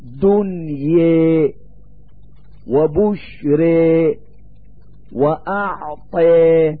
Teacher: وهي ألف بين الألف والياء، لا هي ألف خالصة ولا ياء خالصة، وإنما هي ألف قربت من لفظ الياء لعلل أوجبت ذلك، فهي متولدة من الألف المحضة والياء المحضة، ويعني به إمالة الألف في كلمة دنيا وبشر وأعطي إلى غير ذلك من الألفات. · Term: الألف الممالة